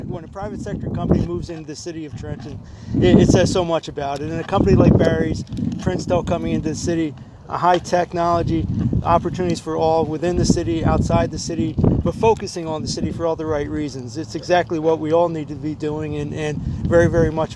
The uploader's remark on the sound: Princetel In Trenton press conference.